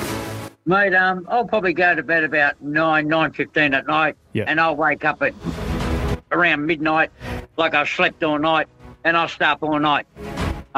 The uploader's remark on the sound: we open up the phones to the punters